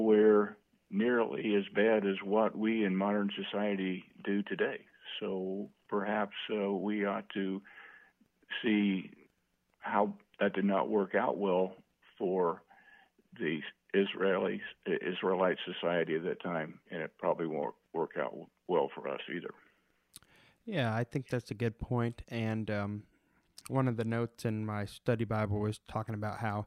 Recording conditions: phone line